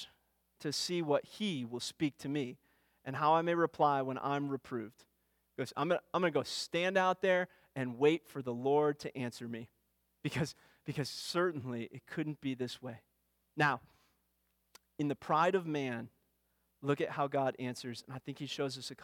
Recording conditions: large echoing room